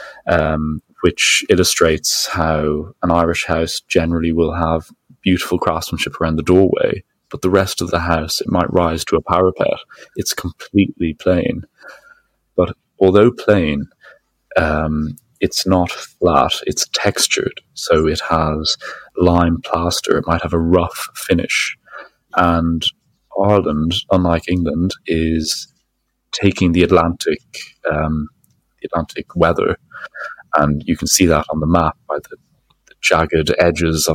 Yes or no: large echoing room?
no